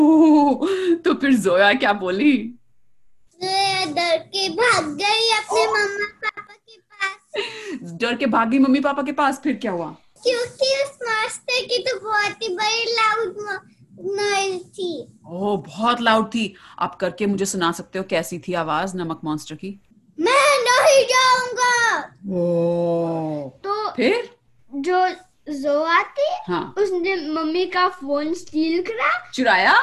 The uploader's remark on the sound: We ZOOMED with our listener. From USA and created this FUN story.